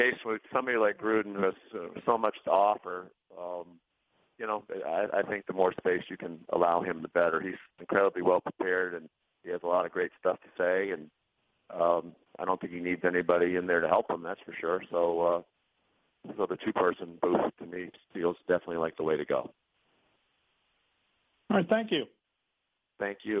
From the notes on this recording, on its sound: A complete recording of the conference call between the media and ESPN's.